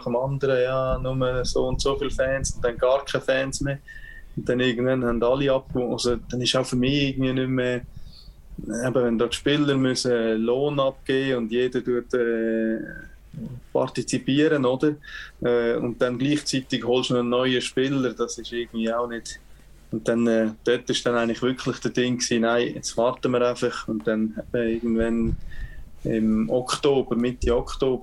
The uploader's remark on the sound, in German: Für die Aufnahme von Episode 78 haben sich die Protagonisten aus den unterschiedlichsten Situationen eingewählt. Zwar nicht mehr im Kofferraum, sondern im schönen Landhaus. Es macht es dann natürlich auch nicht einfacher wenn sich der Gast live aus Kanada zuschaltet und somit unsere Videokonferenz noch mehr datenmässig überfordert wurde.